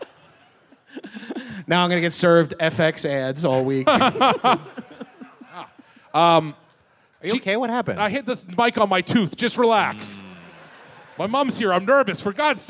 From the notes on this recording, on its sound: Recorded live at Foxwoods Resort Casino 5/6/22.